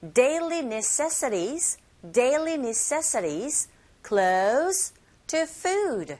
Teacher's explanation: 자, 그러면 daily, 그리고 그 다음 단어의 강세 위치가 necessity, 이 부분에 주시면 돼요. 그리고 to 사운드 자체가 R 소리에 가깝게 들리게 되는 플랙 현상이 또 일어나고 있죠